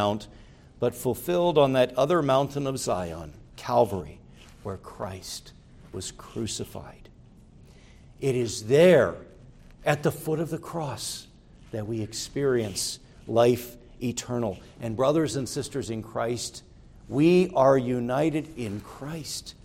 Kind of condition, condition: setting, large echoing room